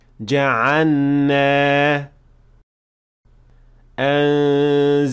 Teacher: And this happens because the lam and noon are pronounced from two spots that are very close to each other. But you should definitely pronounce the lam clearly and with izhar before moving on to the noon. · Term: assimilating lam into noon